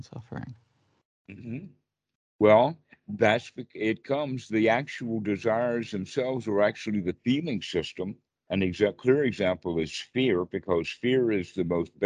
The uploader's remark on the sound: skype calls on this channel